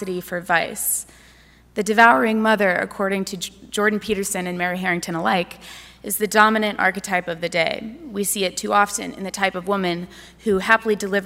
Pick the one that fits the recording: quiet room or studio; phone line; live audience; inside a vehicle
live audience